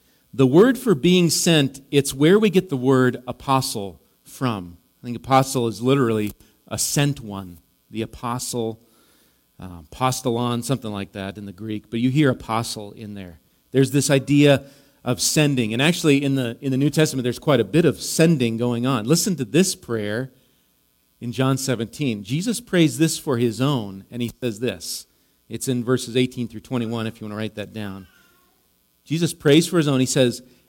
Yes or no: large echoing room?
yes